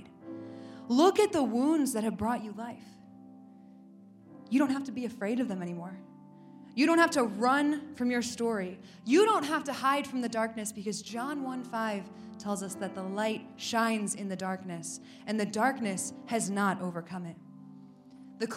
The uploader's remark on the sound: Recorded at the Greater Things women's conference of south central Wisconsin.